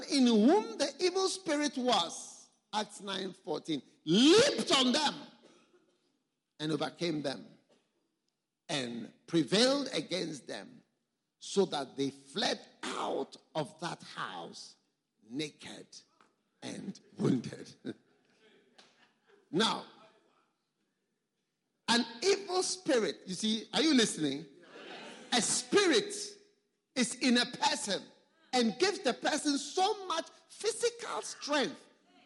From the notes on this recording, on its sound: Preached at a Healing Jesus Pastors' conference in Francistown, Botswana